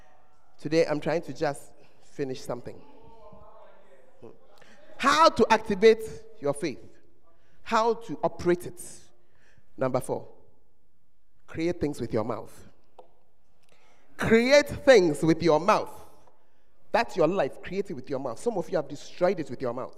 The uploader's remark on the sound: Preached at First Love Center, Ayeduase